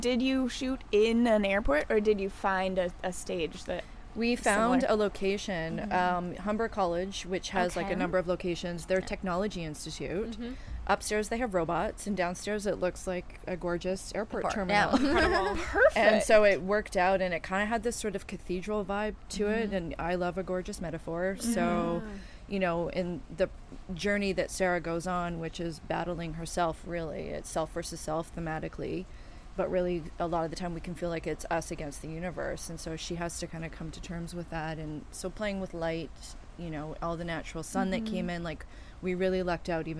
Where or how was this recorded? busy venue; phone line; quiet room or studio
busy venue